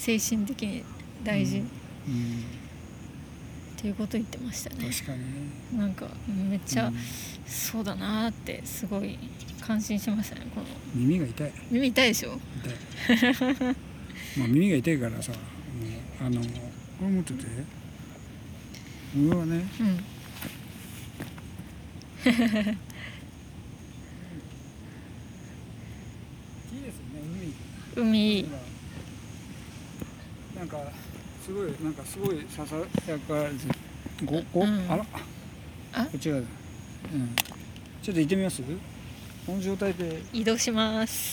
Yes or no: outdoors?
yes